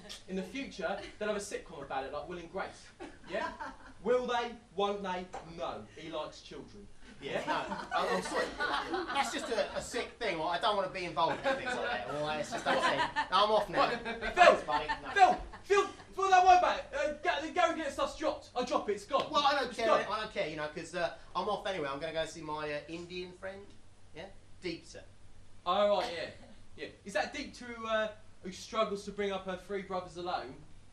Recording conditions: live audience